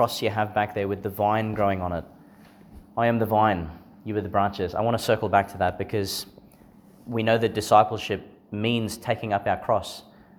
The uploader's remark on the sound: delivered in St Therese's Church, Monto, Qld.